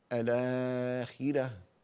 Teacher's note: الراء المفتوحة المسبوقة بكسر أو بكسرة لازمة، يعني متصلة بها، فهذه يرققها ورش رحمه الله فيقول: الآخرة.